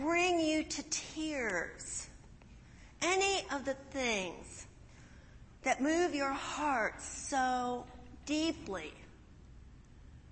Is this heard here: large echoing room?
yes